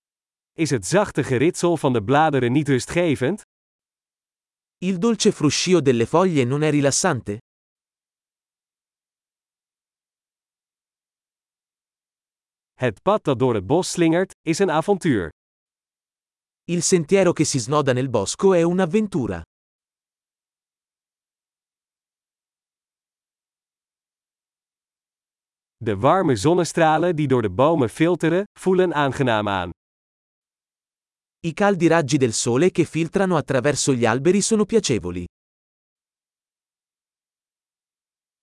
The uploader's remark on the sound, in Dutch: Een wandeling in het bos. Is het niet heerlijk om deze eekhoorns te zien rondrennen? Het geluid van de kabbelende beek werkt therapeutisch. Het panorama vanaf deze heuveltop is adembenemend.